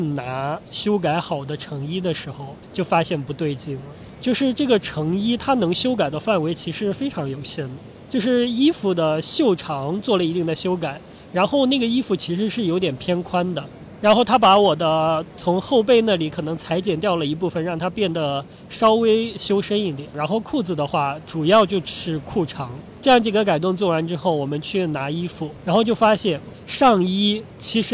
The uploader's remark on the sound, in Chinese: 这期节目是在夏威夷的海边录制的，所以声音有一些嘈杂，先跟大家说声抱歉啦。